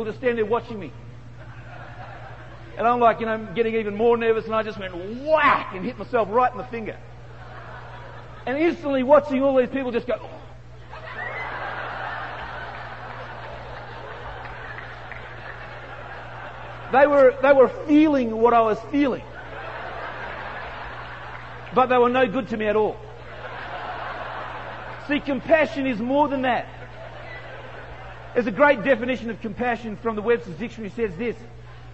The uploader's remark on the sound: PREACHED SUMMER PRESCOTT CONFERENCE 2000